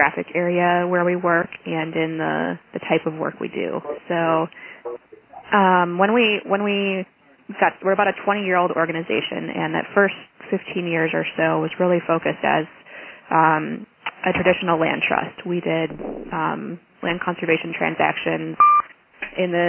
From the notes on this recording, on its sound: Call recorded on March 10, 2011.